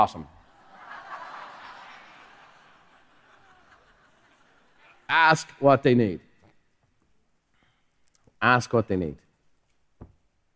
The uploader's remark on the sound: Recorded live at the Buffini & Company MasterMind Summit.